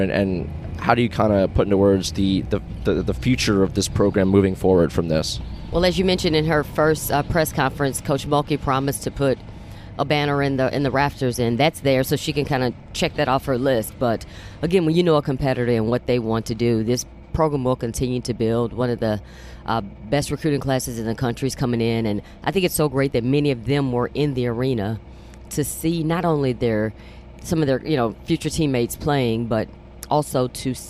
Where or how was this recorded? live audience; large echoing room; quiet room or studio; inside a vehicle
inside a vehicle